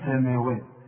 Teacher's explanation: وسماوات احنا قلنا الواو دائما مرققه. هي مش مكتوبه سبع سماوات، شوف انا عندي سين ومين، لكن فوق المين الف عشان تقول سماء، وفوق الواو الف عشان برضو تمدها حركتين الف كامله تقول سماوات.